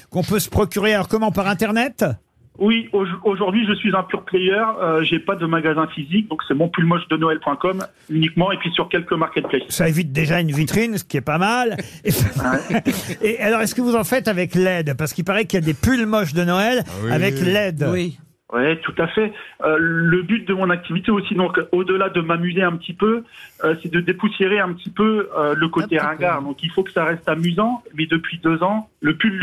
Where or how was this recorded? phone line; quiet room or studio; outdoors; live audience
phone line